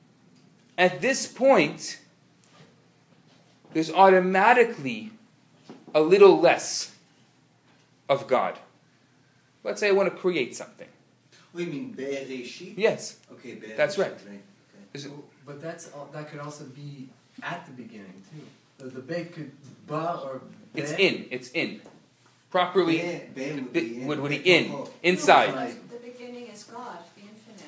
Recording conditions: live audience